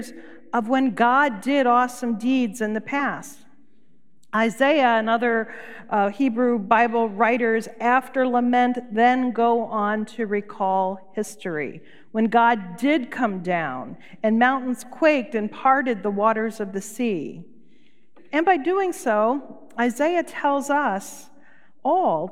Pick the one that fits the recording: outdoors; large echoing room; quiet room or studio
large echoing room